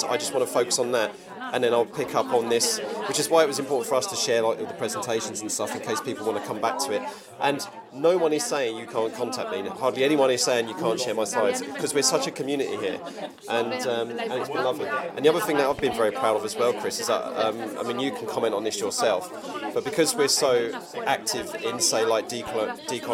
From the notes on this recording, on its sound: Geography Teacher Educators Conference 2024. This shot of geography-laden caffeine is a break-time chat at the Geography Teachers Educators Conference, that took place at the end of January 2024 in York.